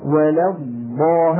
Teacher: الضاد الأولى ساكنة والضاد الثانية مفتوحة، والكلام منصب على الضاد الأولى وهي الساكنة، فلا بد من مطها حتى تنطق بزمن معادل لزمن إيه.